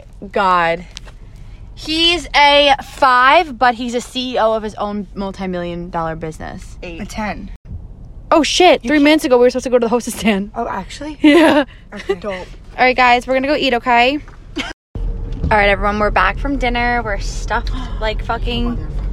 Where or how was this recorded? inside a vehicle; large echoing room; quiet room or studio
inside a vehicle